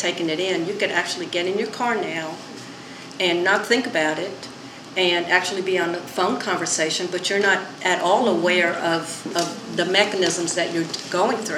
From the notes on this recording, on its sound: More than 50 ladies met over dinner to hear from a panel of women. This episode is the audio recording of that evening.